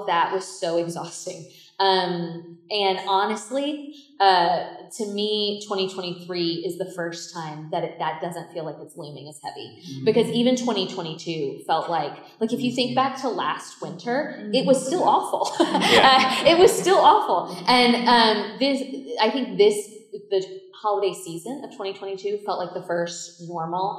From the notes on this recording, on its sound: From the Front Porch Live from Reader Retreat! A recording of our live show from our February Reader Retreat!